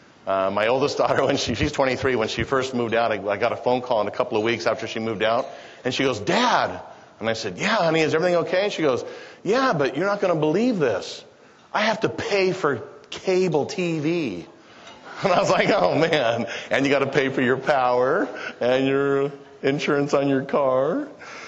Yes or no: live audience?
yes